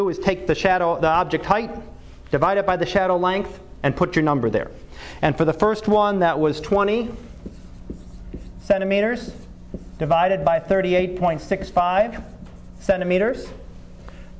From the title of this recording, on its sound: Live Class Lecture